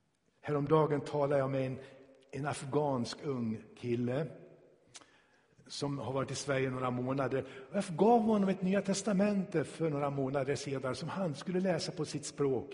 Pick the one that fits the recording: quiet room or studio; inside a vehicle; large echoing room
large echoing room